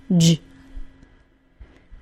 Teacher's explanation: The final part of the J sound, j, is like a ZH sound. · Term: affricate